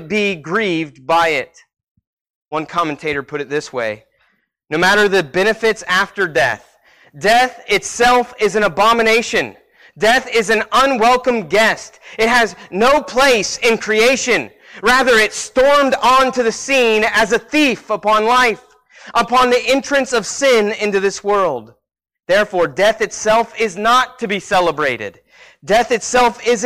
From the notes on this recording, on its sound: Sermon Preached at Christian Fellowship Church Peru,